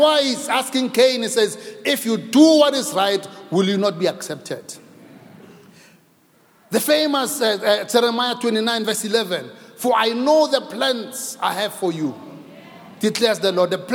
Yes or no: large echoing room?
yes